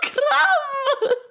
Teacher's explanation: Crumb with a rolled R